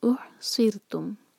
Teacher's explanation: صاد heavy اور اس کے بعد را باریک، کیونکہ را ساکن سے پہلے کسرہ ہے تو وہ باریک پڑھا جائے گا. اح سر تم.